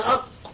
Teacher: أق حرف مهموس مع أن المنصوص عليه أن هذا حرف مجهور